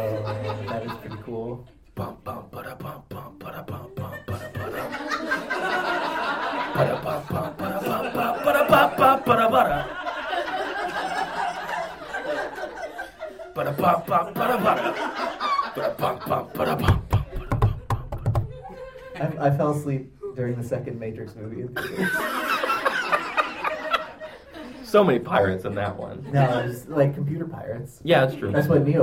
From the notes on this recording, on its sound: Live in Philly. It's a live show! At our live show at the Free Library of Philadelphia.